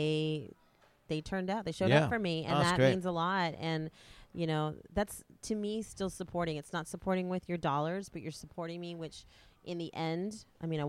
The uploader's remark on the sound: talk during Exxxotica in New Jersey